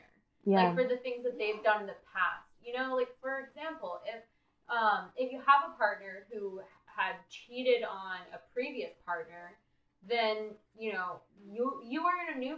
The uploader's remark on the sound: We are just getting started so please forgive the bad audio as we launch this project. We have yet to get better equipment than our in PC mic.